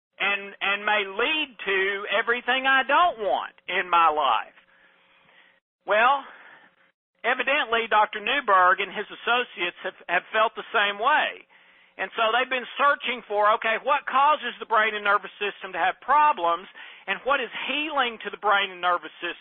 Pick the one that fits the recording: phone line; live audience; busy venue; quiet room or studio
phone line